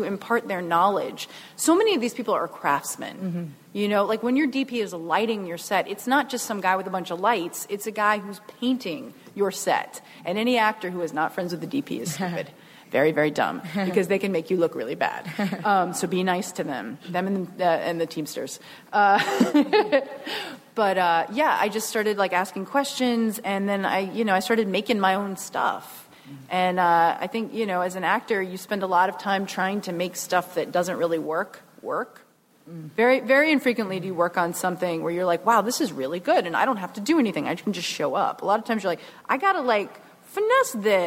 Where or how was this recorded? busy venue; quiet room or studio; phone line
busy venue